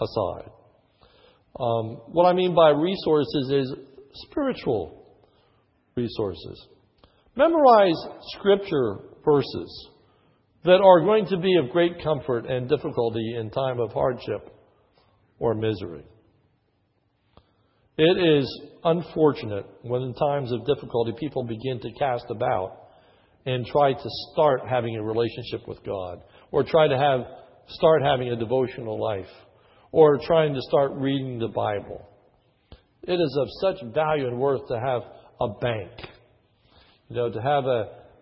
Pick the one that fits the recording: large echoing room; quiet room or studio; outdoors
large echoing room